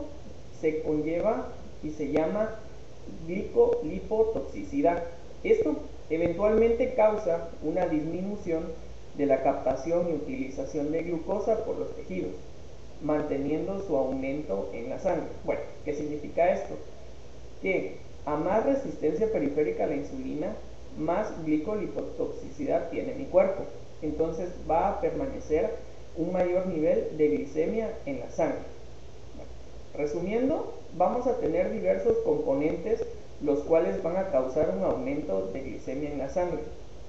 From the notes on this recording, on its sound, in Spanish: Con algunas dificultades de audio